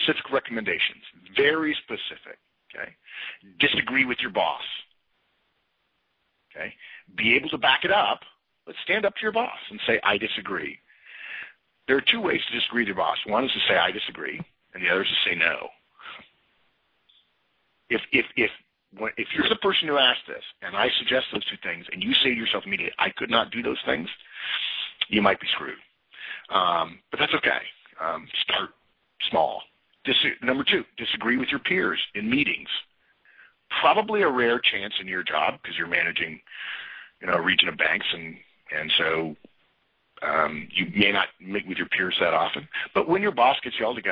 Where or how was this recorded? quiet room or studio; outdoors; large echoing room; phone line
phone line